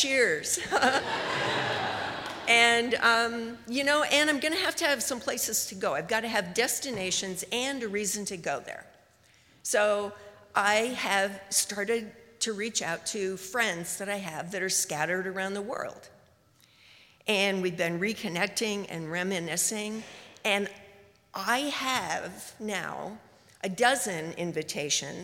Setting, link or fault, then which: setting, live audience